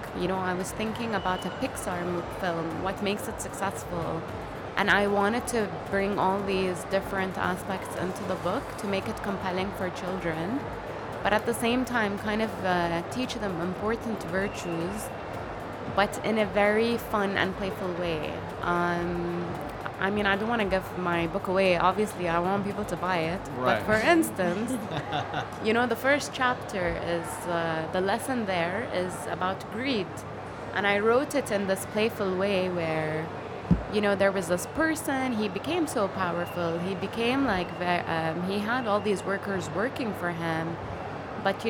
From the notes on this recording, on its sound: Live interview from SIBF 2022